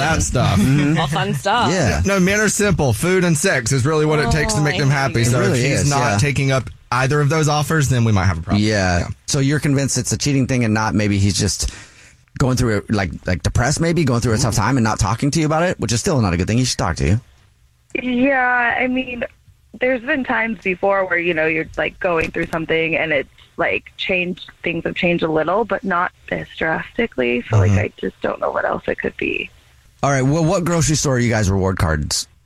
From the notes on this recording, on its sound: Someone calls The Jubal Show because they think that their partner is cheating so we call them. We have a listener on the phone.